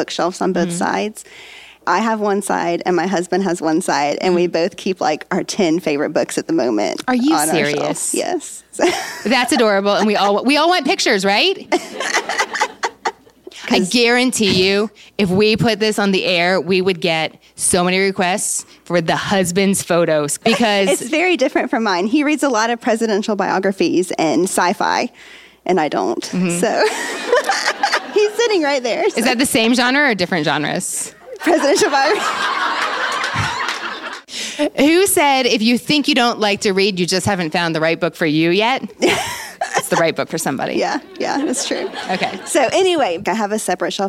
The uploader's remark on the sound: Event in Huntsville, Alabama in collaboration with Snail On the Wall and the Rocket City Moms Book Club. A reader from the event audience. We hope you enjoy hearing what WSIRN is like — live and off the cuff.